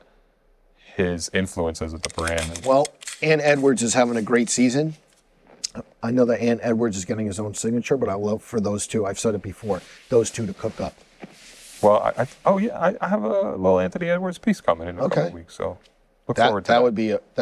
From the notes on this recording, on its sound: This episode was recorded at ComplexCon a few weeks back